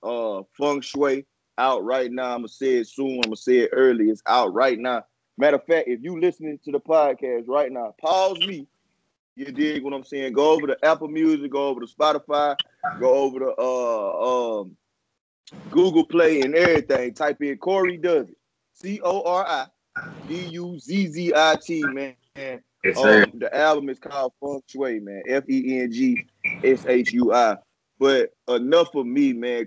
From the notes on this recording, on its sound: Stopped by Via Skype.